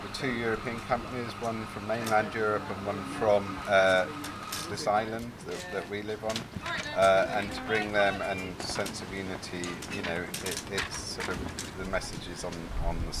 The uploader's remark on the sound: Get out in the field at Inside Out Festival in Dorset, UK. The 10-day festival that takes place in rural and urban areas in the south of England every two years.